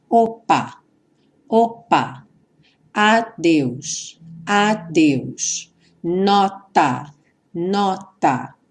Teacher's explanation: A gente vai reparar que no P do opa, no D do adeus e no T do nota, há uma interrupção breve do som. · Term: consoantes oclusivas